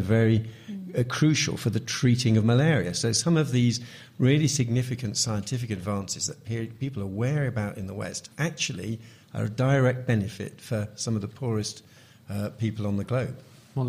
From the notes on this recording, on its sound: Live at the AAAS 2014 meeting in Chicago. To answer questions live from the audience.